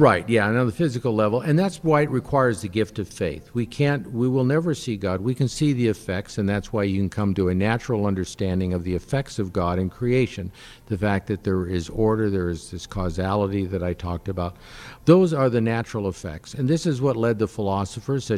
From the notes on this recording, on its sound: Live from Family Celebration 2022. Live from the EWTN Family Celebration 2022.